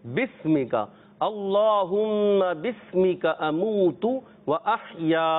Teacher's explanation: हमजा वसली दरमियाने कलाम में आने की वजह से गिर जाता है, हजफ हो जाता है, तो इसलिए जो है इसको पढ़ेंगे बिस्मिका, अल्लाहुम्मा बिस्मिका अमूतु